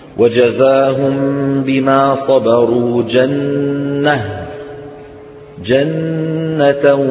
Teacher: نحذف التنوين ونقلب التاء إلى إيه؟ إلى هاء